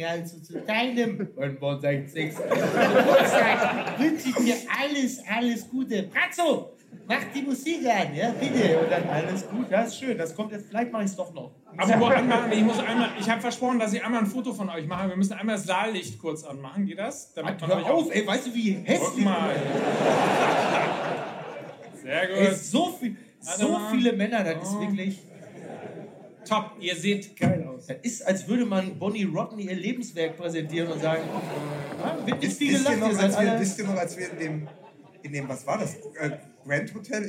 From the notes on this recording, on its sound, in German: FUSSBALL MML Live in Dortmund. Dieses Mal sind wir live in Dortmund und sitzen 90 Minuten auf einer Besetzungscouch, die mit jenem Leder bespannt wurde, von dem wir so gerne ziehen.